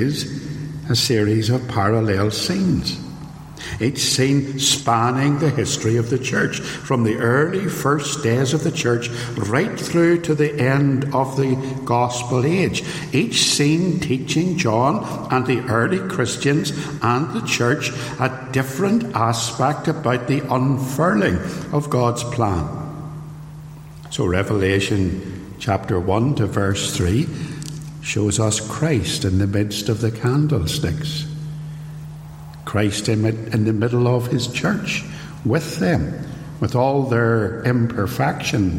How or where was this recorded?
large echoing room